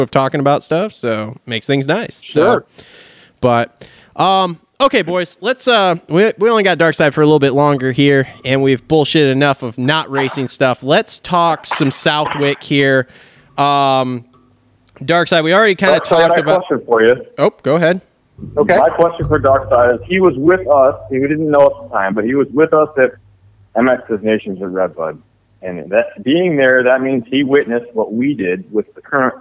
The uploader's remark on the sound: Gets on the phone with semi-regular co-host and friend of the show. Then the guys call up fellow podcaster.